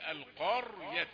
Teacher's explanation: وليه الراء مفخمة؟ سكنت بعد فتح، الخف مفتوح خلاص.